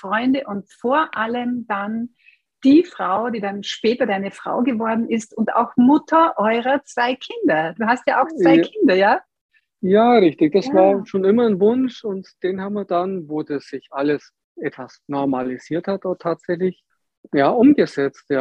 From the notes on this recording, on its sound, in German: Diesen Fragen und mehr sind wir in unserem Gespräch via Zoom nachgegangen.